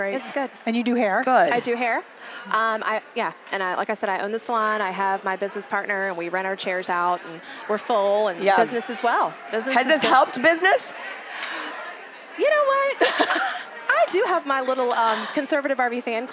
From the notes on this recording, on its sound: live from YWLS